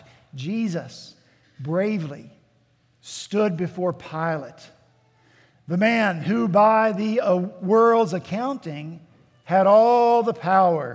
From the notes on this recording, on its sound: At Redeemer Presbyterian Church in Charleston, SC